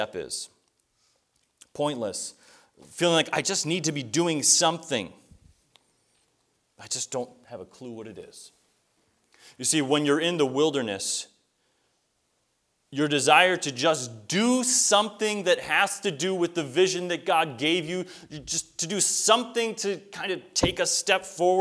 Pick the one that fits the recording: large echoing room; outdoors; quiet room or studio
large echoing room